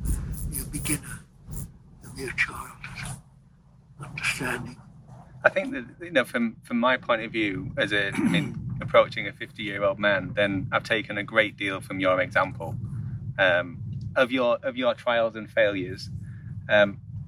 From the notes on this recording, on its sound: The interview we have here was in his “first church” as he describes it, which is the hillside overlooking Bakewell. There is some background noise in this interview so apologies in advance. The worst part is around minute 16 but it gets better after that. Wind noise worse here.